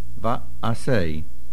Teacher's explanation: Make sure we hear the ayin. It has a din of a shvono, but we have to hear the ayin with a slight patach. · Term: chata patach